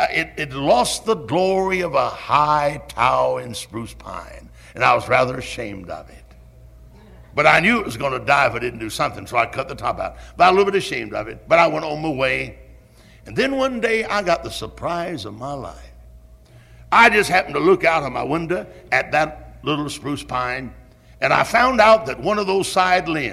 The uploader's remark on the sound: Originally preached at Tabernacle Baptist Church in Greenville, SC on March 3, 1974.